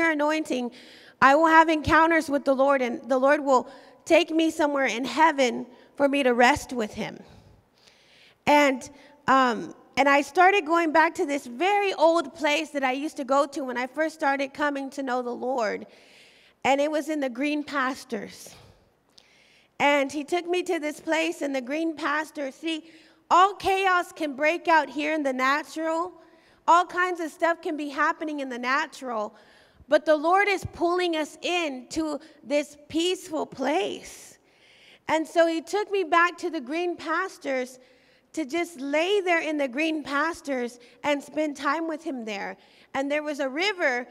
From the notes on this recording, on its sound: recorded live at the Emerging Streams